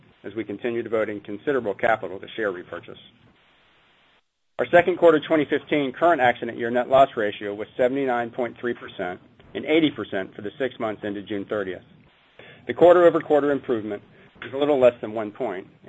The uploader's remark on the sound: ProAssurance Earnings Conference Call